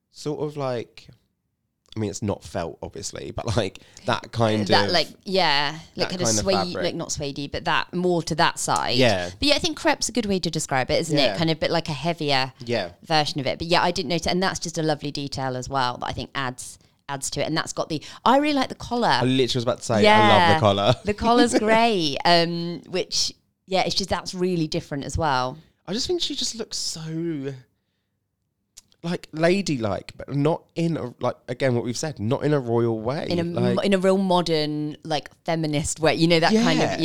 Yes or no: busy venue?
no